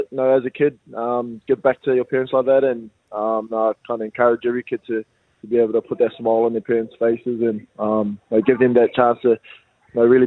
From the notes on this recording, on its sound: We are joined on the phone